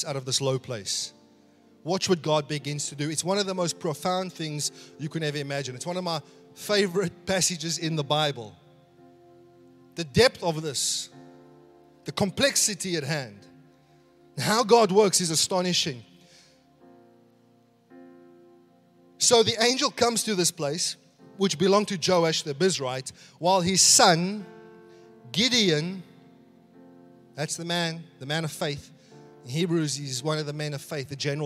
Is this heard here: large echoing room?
yes